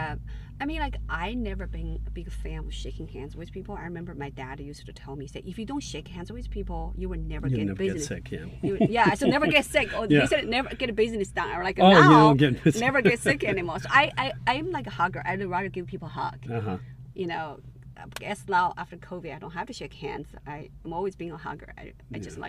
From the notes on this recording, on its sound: Cat Jam In The Car.